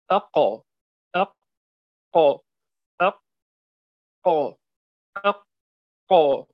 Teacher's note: وقد ذكرنا أن الحنك اللحمي هو المنطقة الرخوة، واضح، التي قبل اللهات بالضبط، واضح. يعني أن القاف تخرج من أقصى اللسان مع ما يحاذيها أو مع ما يحاذيه من الحنك اللحمي، وهو المنطقة الرخوة